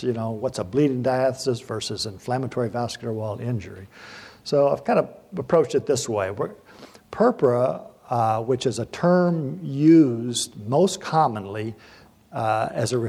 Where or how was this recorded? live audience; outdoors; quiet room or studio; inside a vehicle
live audience